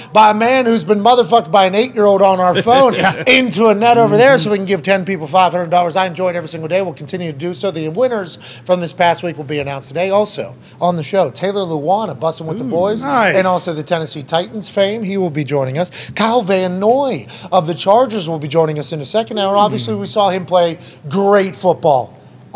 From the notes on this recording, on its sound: LIVE From The ThunderDome.